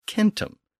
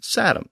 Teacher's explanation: Some of the languages used a hard K as the first consonant of the word, just like the original Indo-European word. But other languages used an S sound for the first consonant.